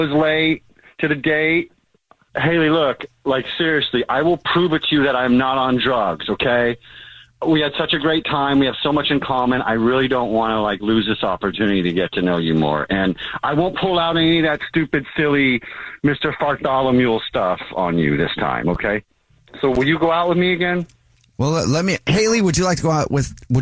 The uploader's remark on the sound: We get that other person on the phone